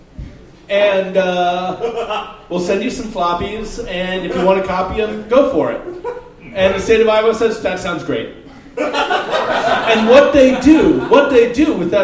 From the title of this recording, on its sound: Live at the Jack London